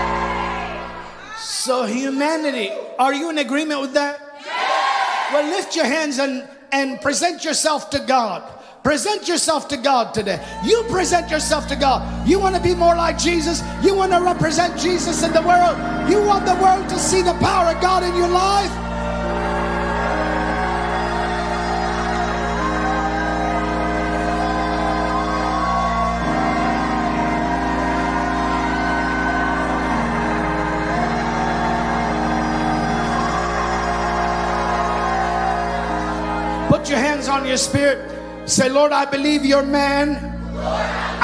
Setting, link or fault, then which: setting, large echoing room